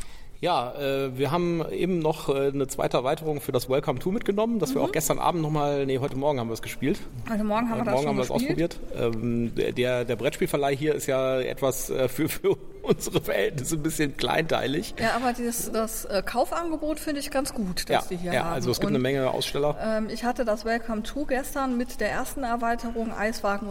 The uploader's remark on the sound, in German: Wir waren auf dem FeenCon 2023 in Bonn und haben uns diese altehrwürdige Veranstaltung angesehen. Wir berichten Live vom Veranstaltungsort.